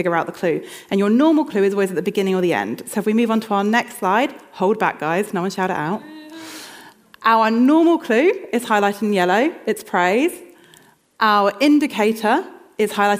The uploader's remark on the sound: This sermon was recorded on Sunday 22nd October 2023 at our Putnoe venue.